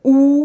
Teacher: ein U hat viel tiefe Obertöne und wenig hohe